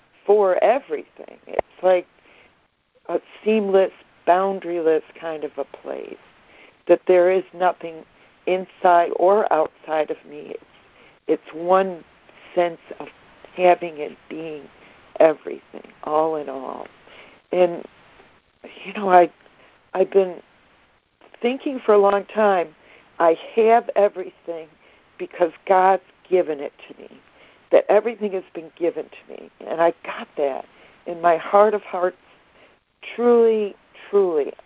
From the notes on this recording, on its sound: ACIM Daily Conference Call